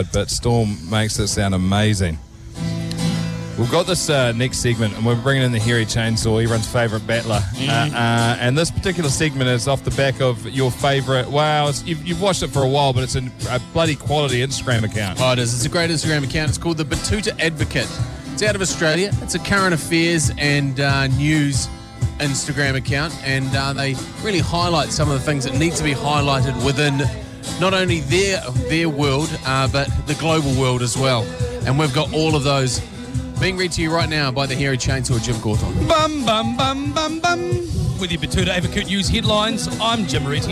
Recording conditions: busy venue